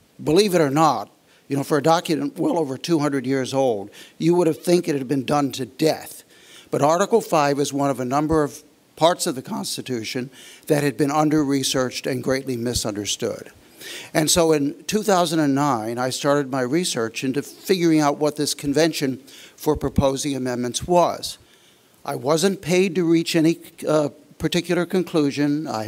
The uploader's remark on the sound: Addresses an audience of state legislators.